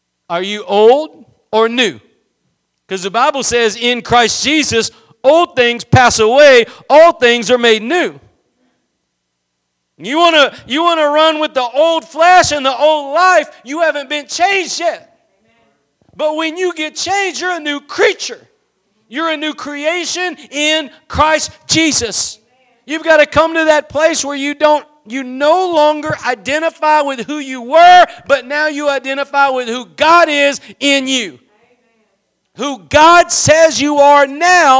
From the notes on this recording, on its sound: Preached at Gospel Lighthouse in Bossier City, La.